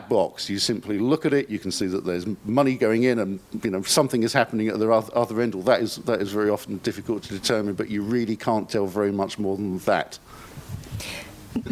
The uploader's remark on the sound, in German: Panel zur Tagung «Vom Aussterben bedroht?